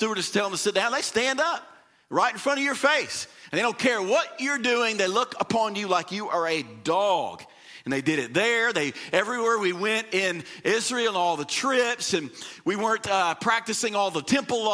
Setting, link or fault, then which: setting, large echoing room